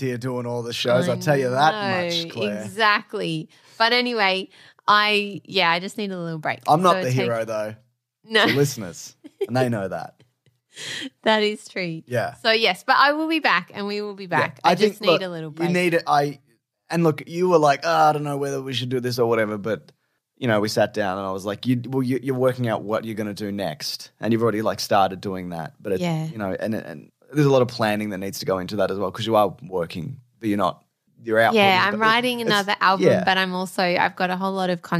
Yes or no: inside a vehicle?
no